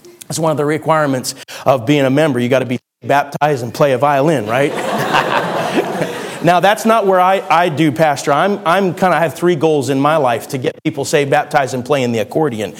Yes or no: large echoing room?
yes